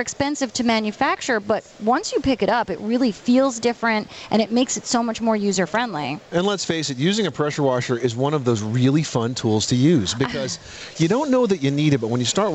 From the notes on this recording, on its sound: This is a live broadcast from the National Hardware Show in las Vegas, Nevada.